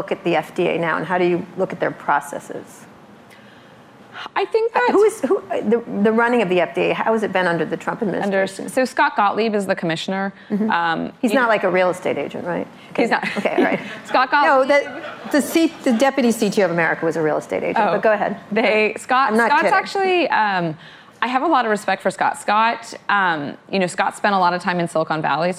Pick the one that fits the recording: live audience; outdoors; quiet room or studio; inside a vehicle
live audience